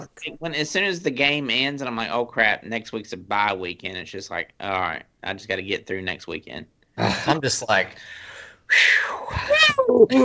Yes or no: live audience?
no